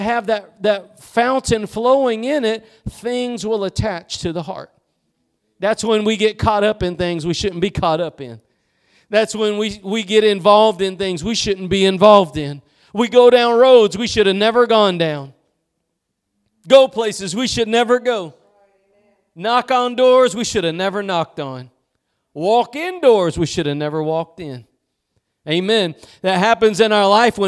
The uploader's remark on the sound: Preached at Gospel Lighthouse in Bossier City, La.